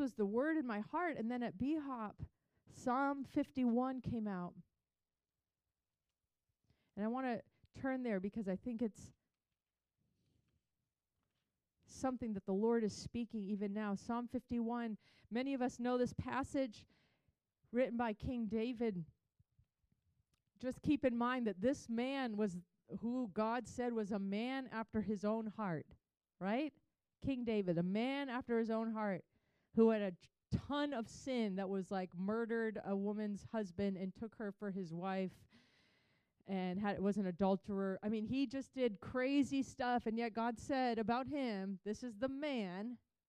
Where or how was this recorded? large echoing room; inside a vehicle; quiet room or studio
large echoing room